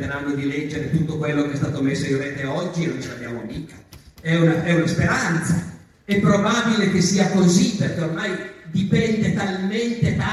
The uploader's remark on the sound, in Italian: Salone del Libro di Torino. Audio registrato in presenza.